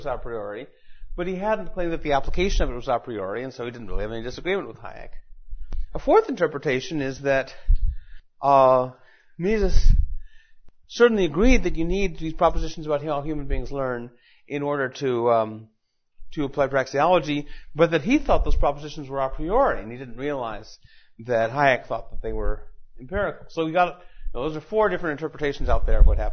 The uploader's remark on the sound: Recorded at Mises University 2010.